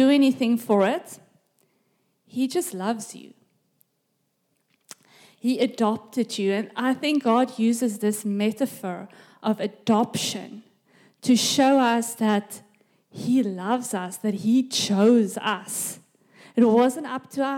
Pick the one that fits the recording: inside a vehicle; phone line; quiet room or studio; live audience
live audience